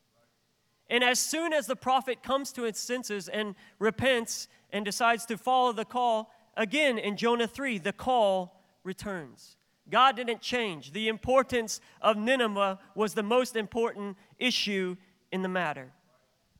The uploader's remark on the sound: This is the fifth day of our National Conference in January 2023.